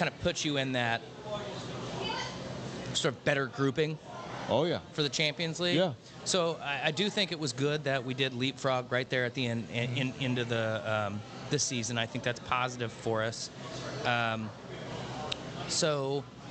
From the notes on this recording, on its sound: celebrating live from Chatham Tap Fishers